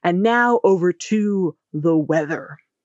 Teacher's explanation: you're going to say your sentences with a sort of downwards curving intonation at the end of each one. So you're going to say, and now over to the weather.